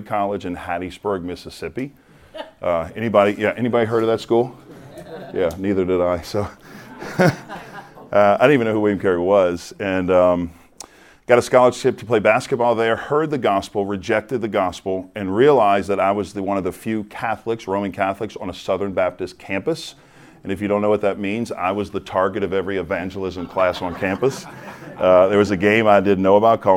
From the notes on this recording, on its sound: This episode is from Replicate, recorded at the National Disciple Making Forum.